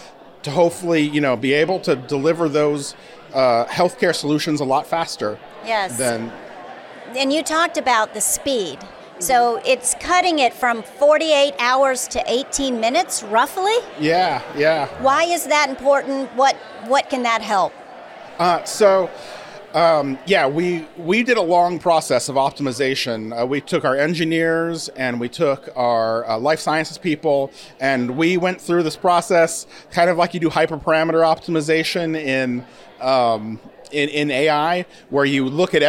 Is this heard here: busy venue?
yes